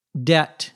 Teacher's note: Debt, D-E-B-T, notice we don't pronounce the B